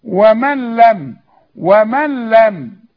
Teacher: كل نون بعدها لام الغيها عند النطق عند الوصل اشبك الميم مع اللام اقول ومن لم خلاص يا